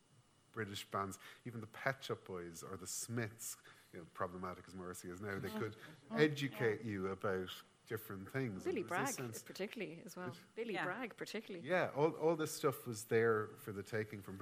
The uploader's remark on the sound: Listen to our annual Conversations event recorded at The Little Museum in December 2019.